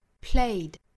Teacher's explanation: 那后面的这个 ed 呢是读浊音的 d 的发音